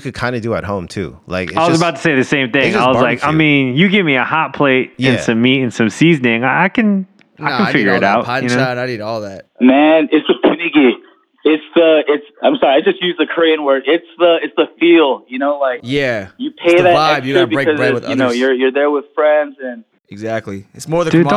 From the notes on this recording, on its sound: Jump on an impromptu conference call to check in on each other.